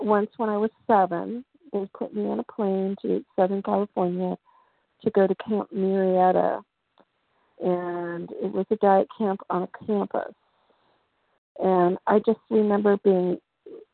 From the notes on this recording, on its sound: 100 Pounders Phone Meeting, 11/15/23.